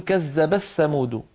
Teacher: فتدغم التاء في الثاء وهو أسهل، لا شك أنه أسهل.